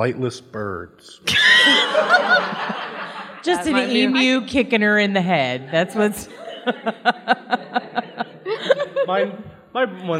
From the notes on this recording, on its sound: Cards Against Humanity LIVE at Comicpalooza! We had our very own panel where we recorded with a live audience. Didn’t freak out that a 9-year old was in the room with her headphones blaring.